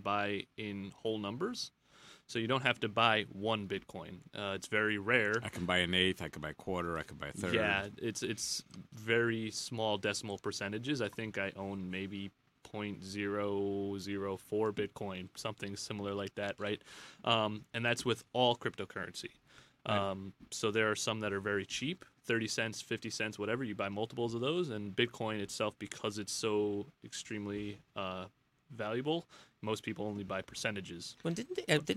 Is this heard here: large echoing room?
no